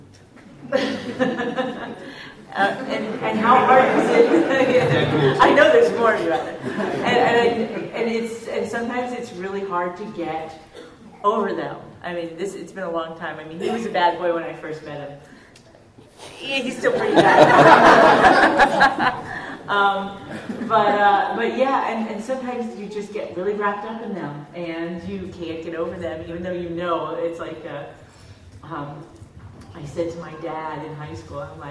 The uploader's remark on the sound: Recorded live at Long Beach Comic Con 2014.